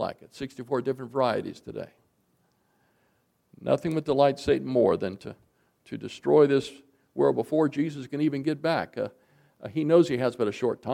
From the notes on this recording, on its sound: Recorded January 20, 2024, at Ringgold Seventh-day Adventist Church.